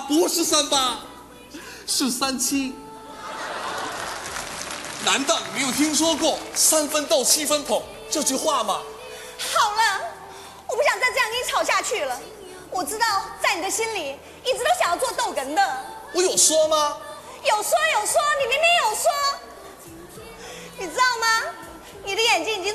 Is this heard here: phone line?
no